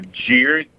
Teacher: where it starts one vowel sound and ends with a different vowel sound, all in the same syllable · Term: diphthong